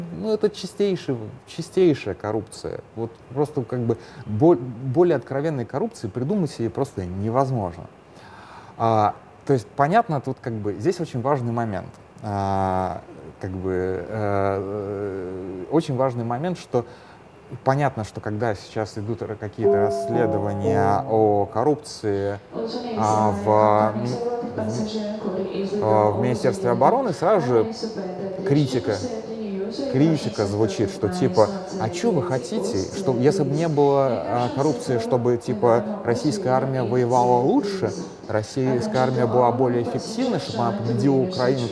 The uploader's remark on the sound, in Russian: Пока записывался, поменяли гейт, но на самолет я все же успел